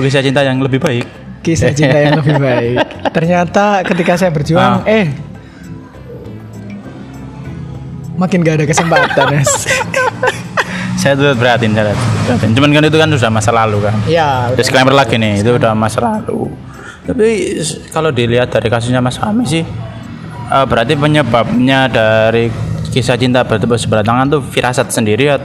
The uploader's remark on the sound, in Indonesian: Episode ini kami kembali lagi rekaman di pinggir jalan